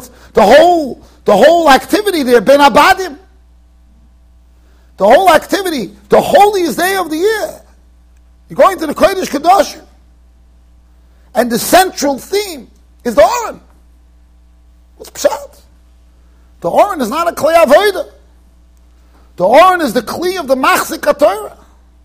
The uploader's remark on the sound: Shiur recorded in Yeshivas Ohr Reuven, Monsey NY.